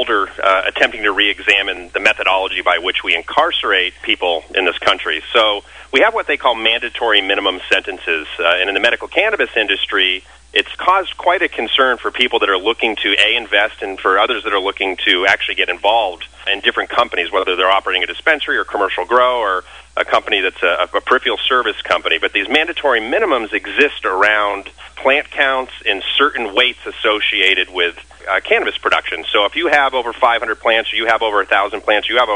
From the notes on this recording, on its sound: called into SmallCapVoice.